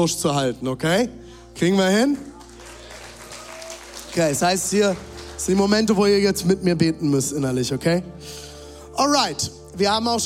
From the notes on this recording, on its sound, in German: Zeal Church Leipzig. Audiomitschnitt der Predigt.